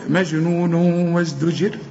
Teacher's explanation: إنما ما ما ما تدخلش فيها شين، ما تقولش مجنون مج، لا مجنون مجنون وازدجر في هنا قلنا، لأن التنوين مجنون بعدها واو، الواو من حروف الإدغام، والواو دي عليها فتحة لكن عند الوصل كأنها مشددة